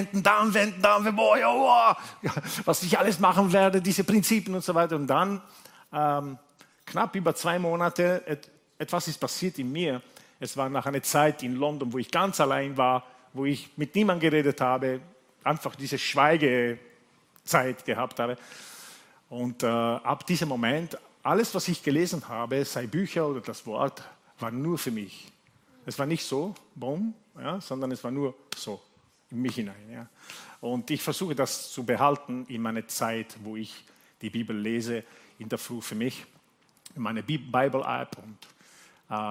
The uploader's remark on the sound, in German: Gottesdienst live aus der LIFE Church Wien